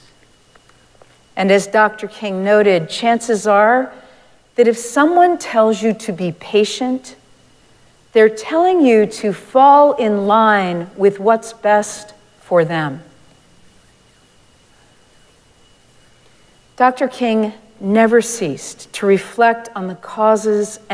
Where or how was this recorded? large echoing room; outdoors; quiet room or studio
large echoing room